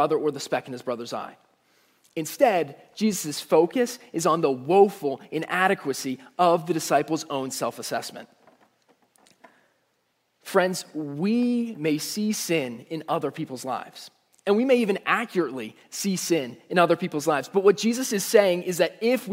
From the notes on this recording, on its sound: Message Preached at Valley Creek Church